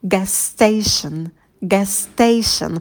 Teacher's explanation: Следующее слово начинается также на «с». Так что звук «с» мы произносим только один раз.